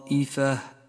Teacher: الفاتح إشارة إلى صفة القلقلة وليشهد المد المتصل في كلمة طائفة جاء حرف المد وبعده الهمزة في كلمة واحدة مد متصل